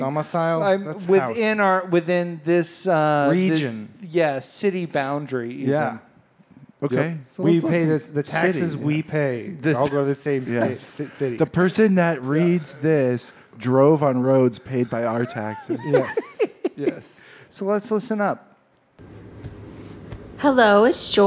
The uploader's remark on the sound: The last LIVE episode for a little while.